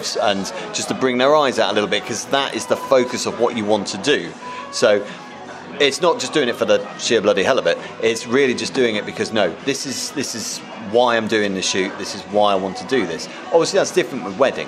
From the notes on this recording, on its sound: recording in a Beefeater whilst on a 3 day shoot